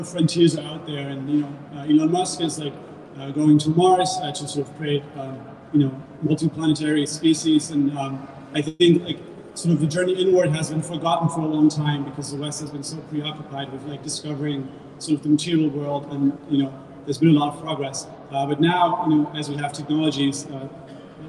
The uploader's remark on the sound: a conversation from January 2022 recorded at The Hugh in Midtown hosted by CryptoMondays